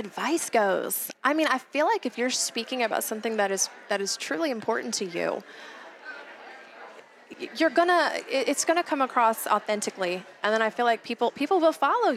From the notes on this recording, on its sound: live from YWLS